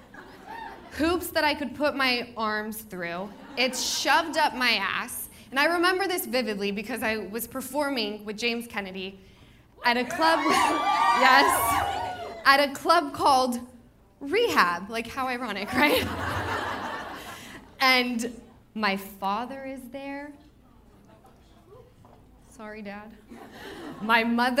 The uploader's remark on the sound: The One Where They’re Live From The Improv. Two very special live shows at The Improv in Irvine!